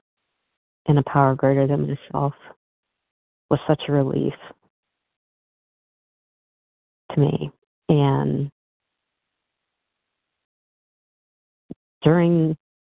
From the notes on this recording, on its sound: from the 100 Pounders Phone Meeting